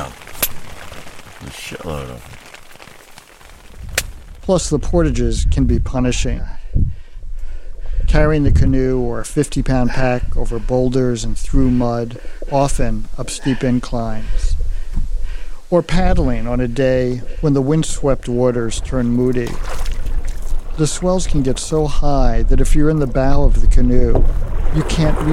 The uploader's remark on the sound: Took a recorder with him on his annual canoe trip. The Boundary Waters.